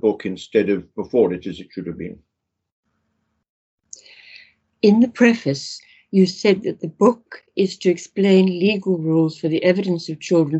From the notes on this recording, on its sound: The interview was recorded online